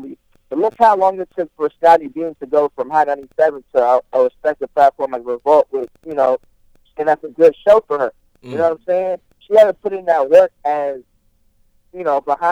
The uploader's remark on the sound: on the phone